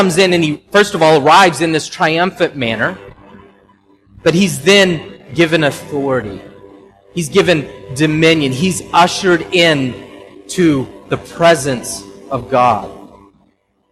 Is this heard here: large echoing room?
yes